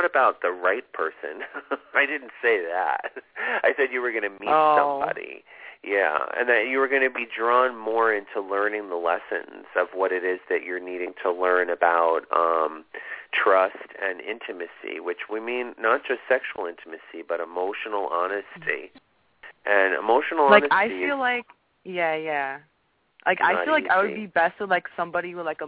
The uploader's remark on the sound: This is a call in show